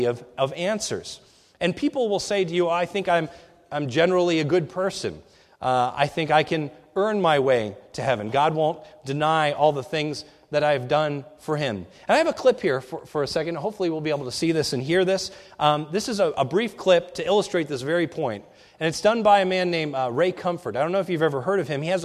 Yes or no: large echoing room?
yes